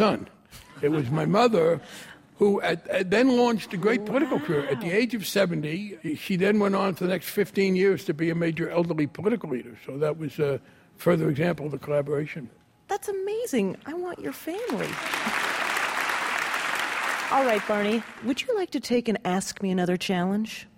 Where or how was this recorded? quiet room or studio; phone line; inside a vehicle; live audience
live audience